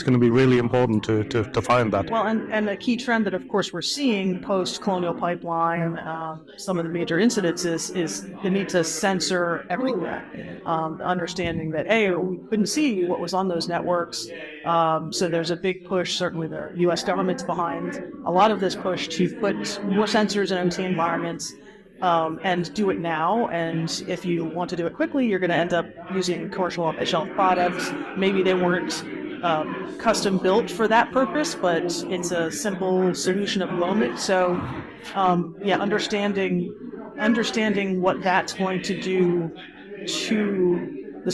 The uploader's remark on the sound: A panel discussion recorded live at the ISA OT Cybersecurity Summit in Aberdeen, Scotland. Because this was recorded live from a conference, the audio quality varies a bit depending upon the speaker. Unfortunately we had to cut a few things out, as they just could not quite be understood.